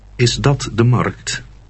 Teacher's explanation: your voice goes up at the end to indicate that you're asking a question